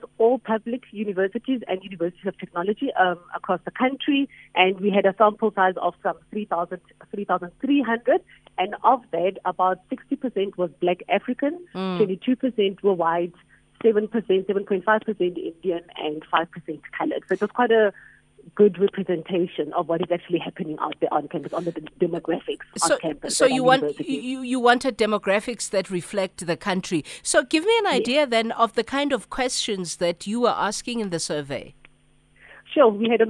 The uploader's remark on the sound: We are joined on the line.